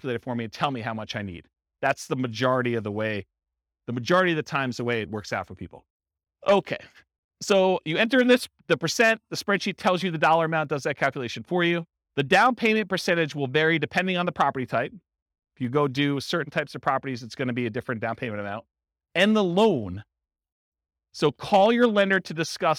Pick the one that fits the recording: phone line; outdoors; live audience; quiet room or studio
live audience